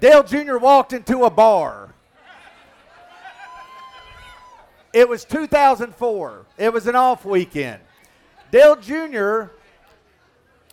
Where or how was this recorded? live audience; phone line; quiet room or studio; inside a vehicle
live audience